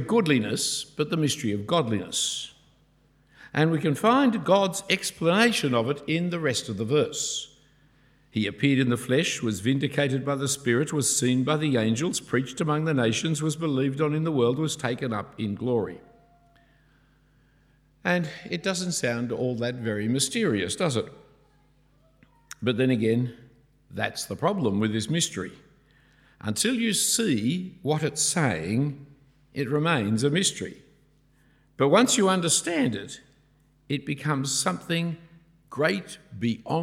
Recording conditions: large echoing room